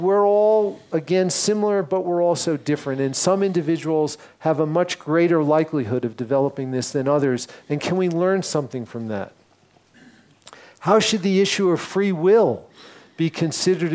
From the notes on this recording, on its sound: recorded in front of a small group in Toronto in 2015